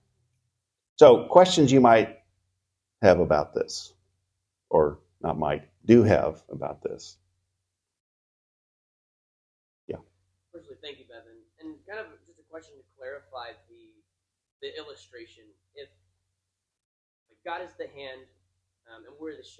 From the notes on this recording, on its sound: Recorded at Seabreeze Church